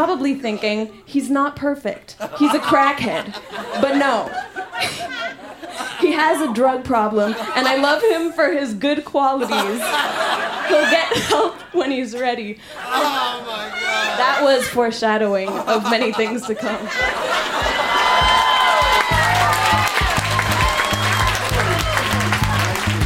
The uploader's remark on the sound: Recorded live at La Vitrola in Montreal, QC.